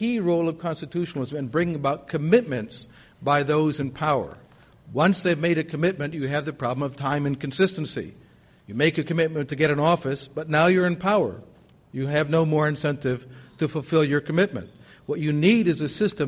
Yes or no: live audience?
yes